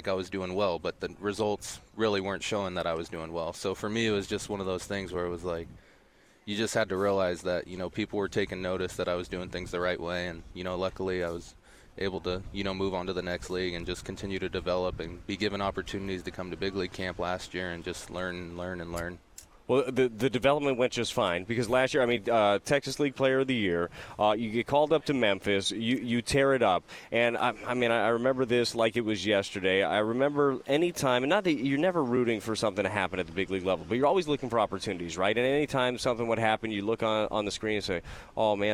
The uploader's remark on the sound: The Fast Lane Live from Spring Training. By 101 ESPN.